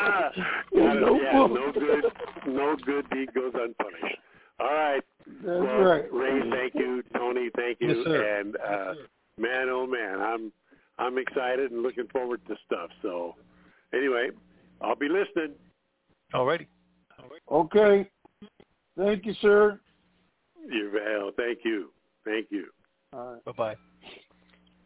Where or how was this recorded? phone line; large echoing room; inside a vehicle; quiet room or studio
phone line